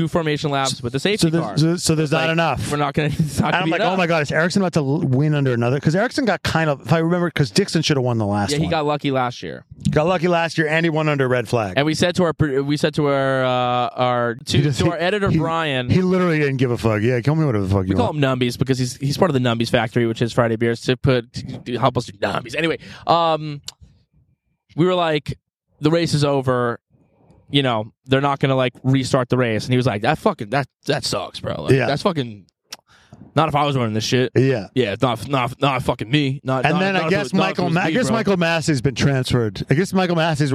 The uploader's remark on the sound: Come to you live from the LITERAL WINNER'S PODIUM AT THE INDY 500! We're looking at the dried milk on the backdrop.